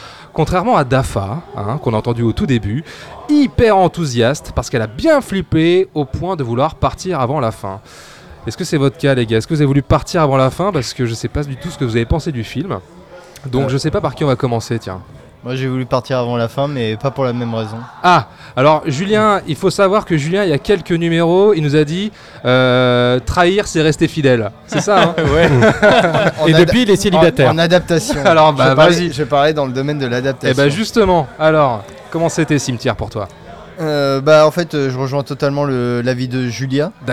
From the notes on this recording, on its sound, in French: Enregistré au Hurling pub (8 Rue Descartes, 75005 Paris), le vendredi 12 avril 2019.